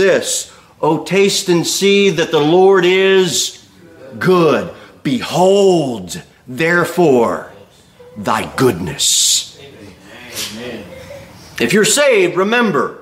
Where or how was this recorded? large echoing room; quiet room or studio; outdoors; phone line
large echoing room